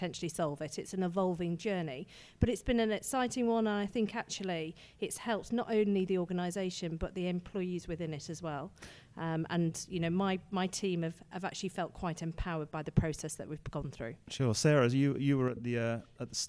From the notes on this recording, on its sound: The first two interviews of Show 35 were recorded at PR Week's Strategic Internal Communications London conference